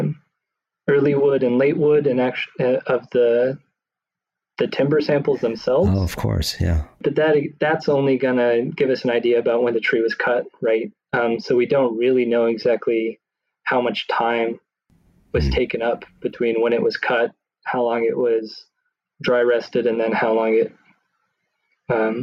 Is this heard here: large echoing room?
no